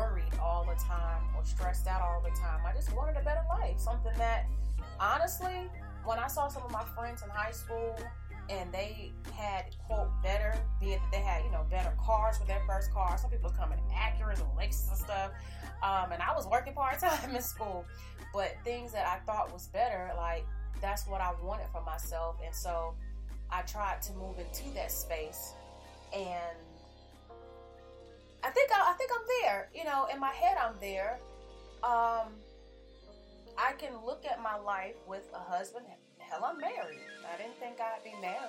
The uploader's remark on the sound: Half way through the show... I realized I ain't have the Yeti mic on.. I told y'all this was my first live!